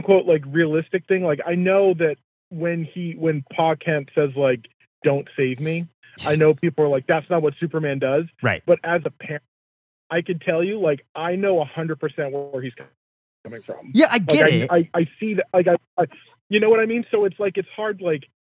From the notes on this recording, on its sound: The weekly, comic book call-in show where YOU control the topics!